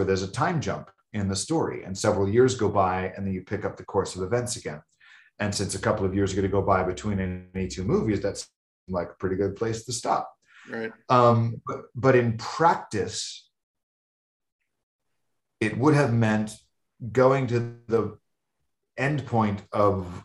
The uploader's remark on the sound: Shot via Zoom, March 2022